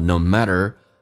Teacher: T 要浊化成 D，两个元音中间所加的辅音要被浊化